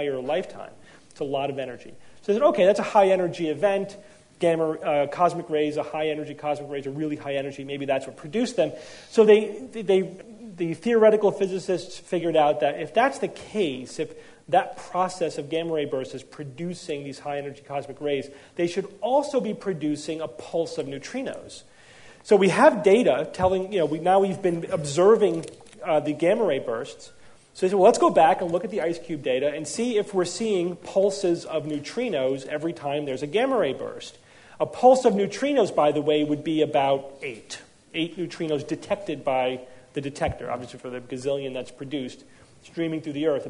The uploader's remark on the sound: Live from NECSS 2012.